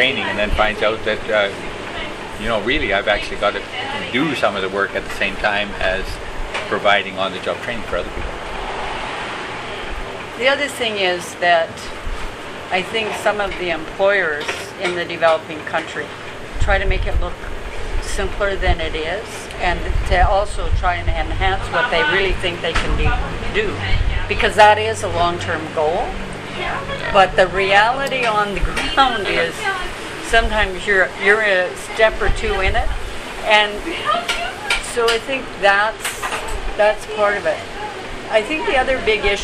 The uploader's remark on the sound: sat down at the Kebab hut in Vancouver